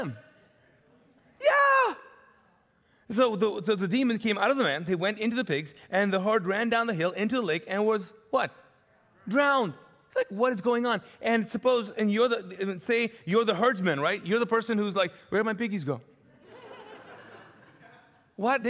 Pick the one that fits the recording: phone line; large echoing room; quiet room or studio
large echoing room